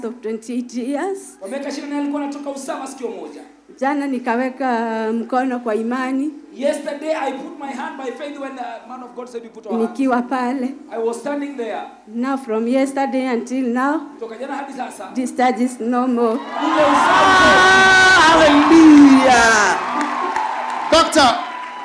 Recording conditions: live audience